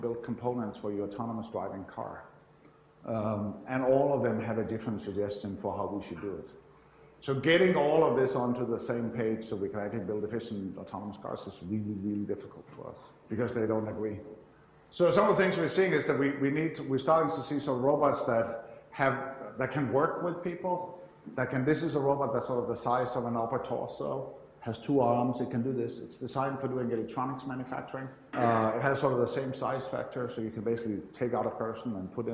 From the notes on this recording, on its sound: IFE Grand Challenge Lecture, recorded 14 July 2017 at QUT